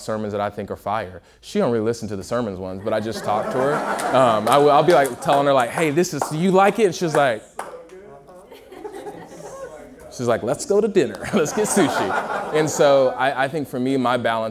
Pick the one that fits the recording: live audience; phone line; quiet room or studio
live audience